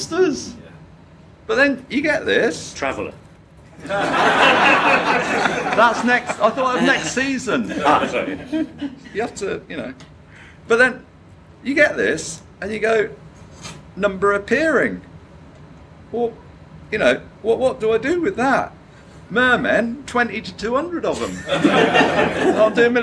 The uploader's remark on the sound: This time it includes a live recording made at Fan Boy Three.